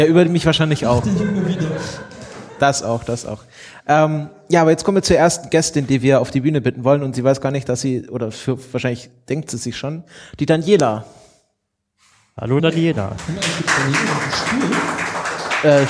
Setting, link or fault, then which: setting, live audience